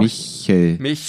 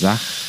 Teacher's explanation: Michel, das ist vorne und Sachen ist weiter hinten.